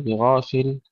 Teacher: بغافل تفخيم الغين مع الألف والمحافظة على فتحها، ولا نقول بغافل عما تعملون.